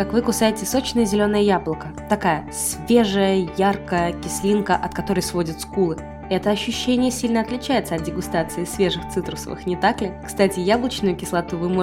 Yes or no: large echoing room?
no